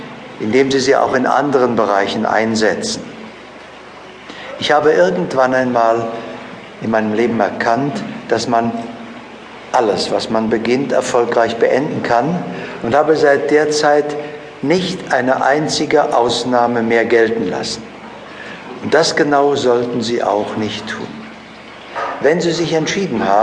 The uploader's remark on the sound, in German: "Startklar zum Millionär" ist ein Live-Mitschnitt eines Workshops.